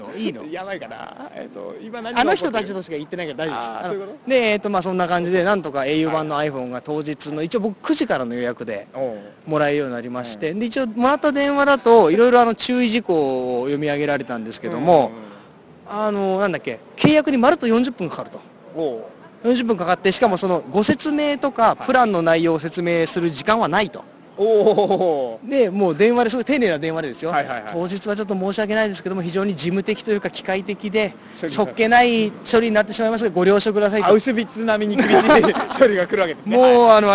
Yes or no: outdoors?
yes